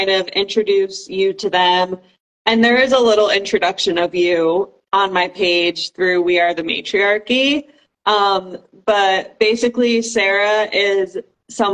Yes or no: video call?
yes